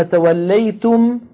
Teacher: توليتم آخرها ميم ساكنة من أولها ميم متحركة فأدغمنا الميم الأولى في الثانية ونطقنا ميما مشددة